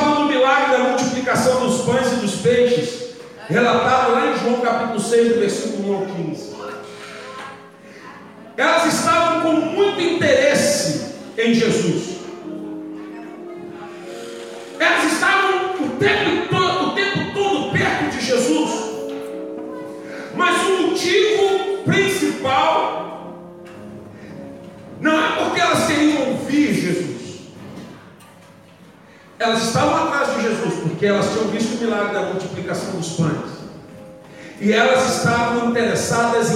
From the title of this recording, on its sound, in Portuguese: Culto de quarta-feira - 06/11/2019 (Santa Ceia) - Ao Vivo na Casa de Louvor